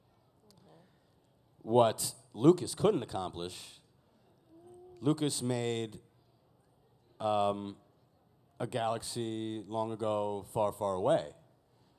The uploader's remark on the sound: LeakyCon Boston. LIVE FROM LEAKYCON.